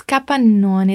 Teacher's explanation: dando aquela paradinha depois do pa para pronunciar bem a doppia consonante